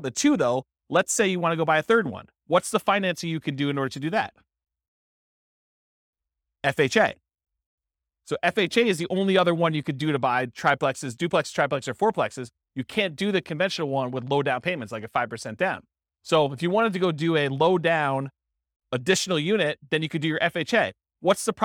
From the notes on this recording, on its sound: This was a live class recorded